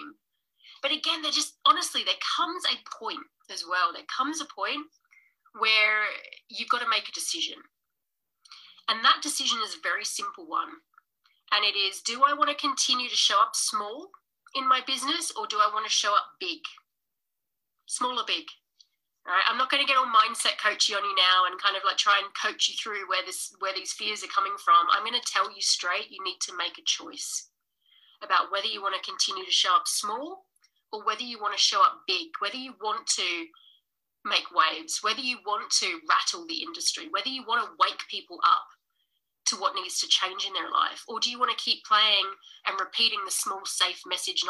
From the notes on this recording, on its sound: Today's podcast was originally streamed as live training, so we apologise for the poor audio quality this week.